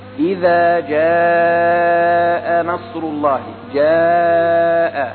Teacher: إذا، هذا مد طبيعي، إذا، لا أقول إذا جاء، لا، بل نمد إذا مدا طبيعيا، أما جاء فإننا نمده مدا أكثر من الطبيعي، وهو مقداره 4 حركات تقريبا